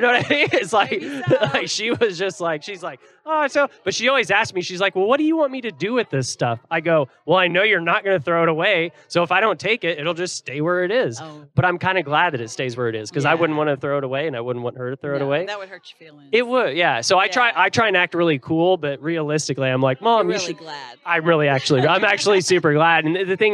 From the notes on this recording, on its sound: We're back to finish the live event with the Dallas Stars and Fort Worth Barracudas